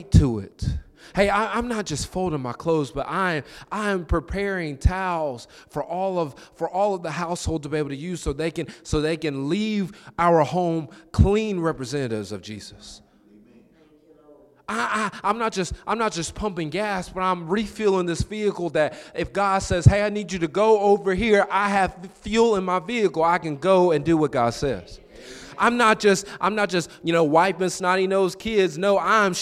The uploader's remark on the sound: This is a recording from our "Mid-Week Gathering" on November 8th,2023